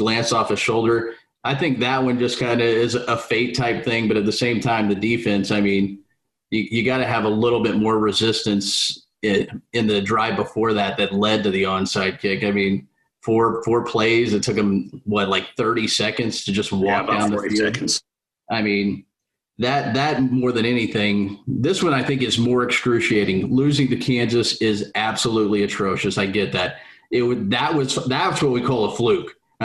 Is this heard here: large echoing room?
no